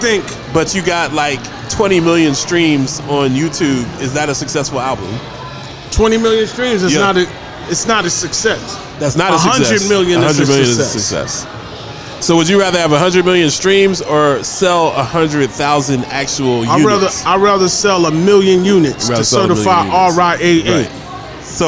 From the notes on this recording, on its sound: Live From Dave & Busters